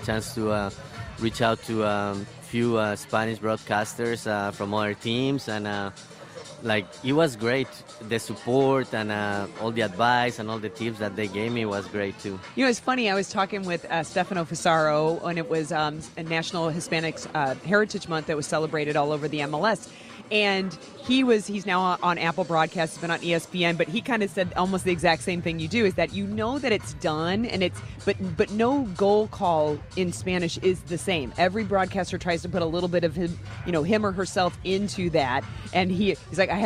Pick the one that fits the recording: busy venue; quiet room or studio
busy venue